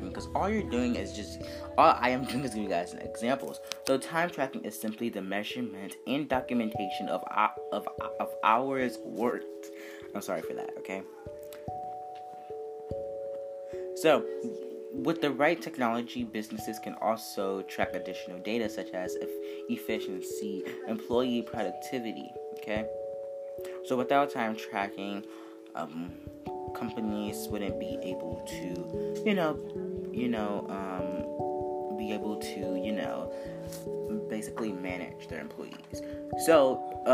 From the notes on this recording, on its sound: please excuse the unnecessary background noise